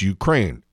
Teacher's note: It's Ukraine, accent on the second syllable.